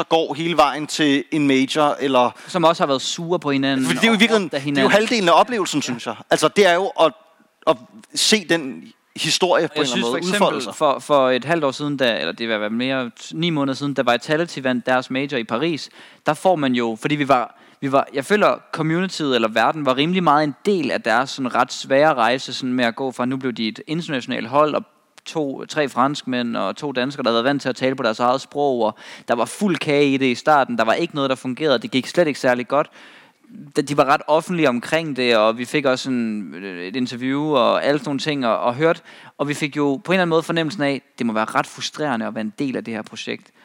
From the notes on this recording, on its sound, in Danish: Vi er live fra CGW med (KÆMPE) publikum.